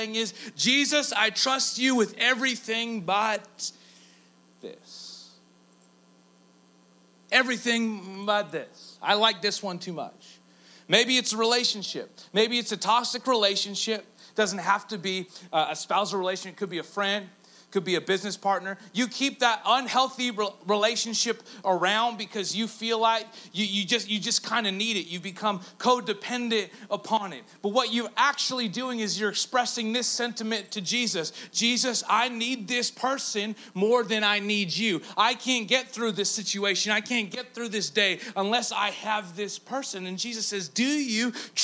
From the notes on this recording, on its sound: A Collection of Talks. Recorded Live at Engage Church.